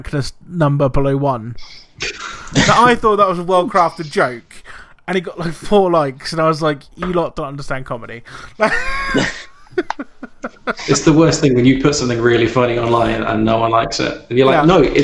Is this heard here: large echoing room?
no